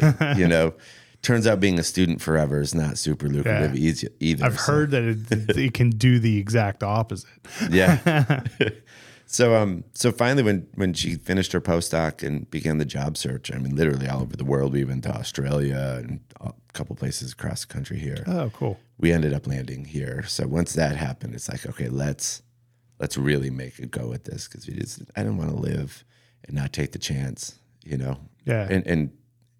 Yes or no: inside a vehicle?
no